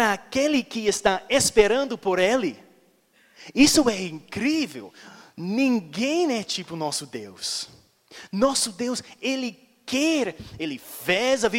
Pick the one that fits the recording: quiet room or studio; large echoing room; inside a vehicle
large echoing room